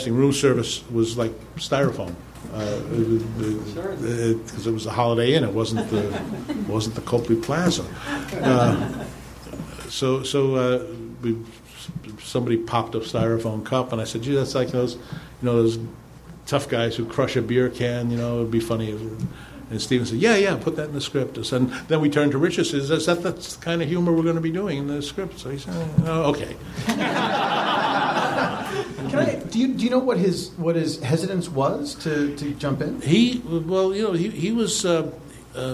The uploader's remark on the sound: Recorded live at Nerdmelt on August 4, 2013.